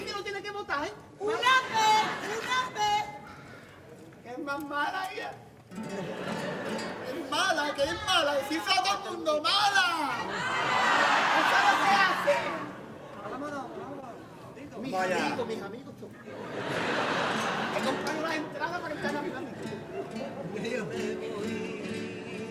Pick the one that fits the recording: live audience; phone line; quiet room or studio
live audience